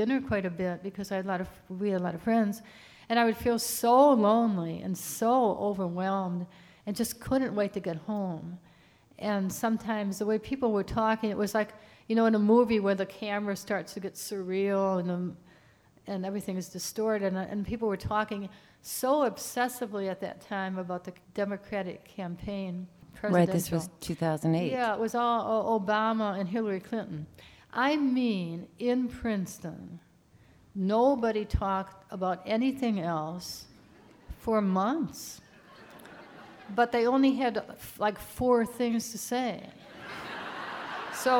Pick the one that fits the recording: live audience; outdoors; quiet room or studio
live audience